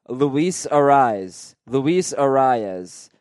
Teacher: It comes out sounding like one syllable, but there is a subtle mouth movement where you pronounce the second vowel very slightly.